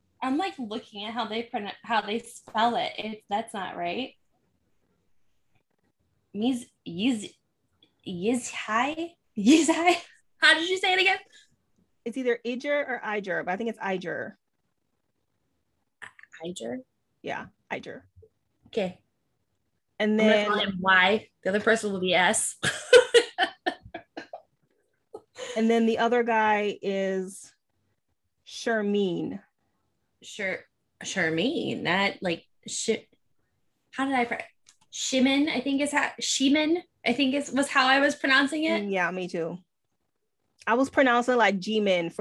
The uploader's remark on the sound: Apologies for the formatting and other issues. I had problems with the audio.